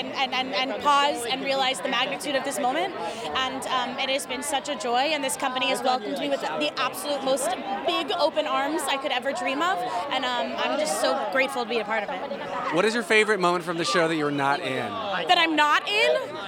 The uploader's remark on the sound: Red Carpet Opening Night Interviews. From the red carpet on opening night!